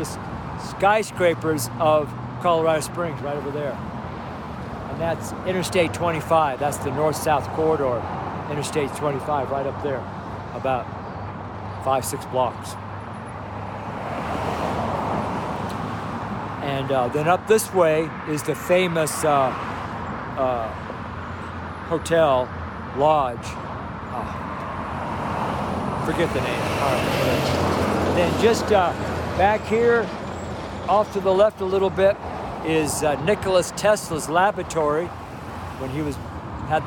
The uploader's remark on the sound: STREET SERMON